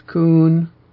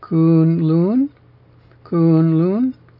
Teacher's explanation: It's Kun with an even pitch.